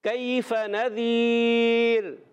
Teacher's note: रा को बारीक रखेंगे क्योंकि रा साकिन हुआ उससे पहले या सकन आ रहा है